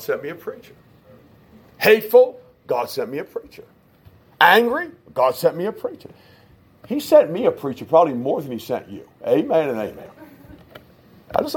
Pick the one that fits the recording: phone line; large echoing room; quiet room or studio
large echoing room